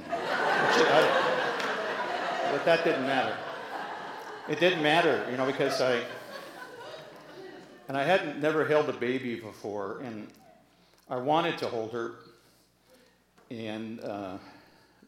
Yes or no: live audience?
yes